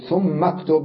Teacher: أما مثلا لو قلت أكتب هذه همزة وصل، لأن لو جئت بكلمة قبلها أقول ثم أكتب، لاحظ لم ألفظ الهمزة، تمام، هذا الفرق بين الوصل والقطع